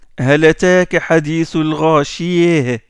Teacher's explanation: il y a l'inclinaison de la fatha vers la kasra, il y a l'inclinaison du alif vers le ya